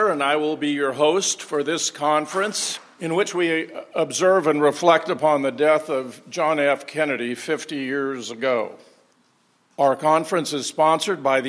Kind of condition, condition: setting, live audience